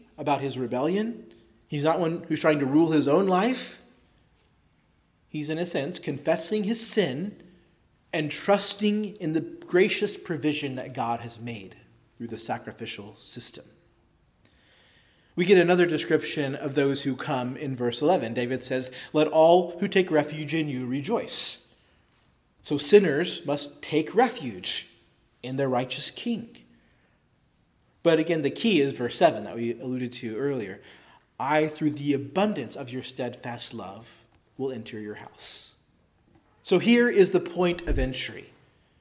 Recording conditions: large echoing room